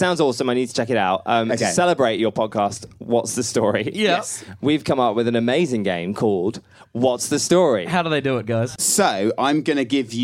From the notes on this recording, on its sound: From the Edinburgh Fringe Festival 2019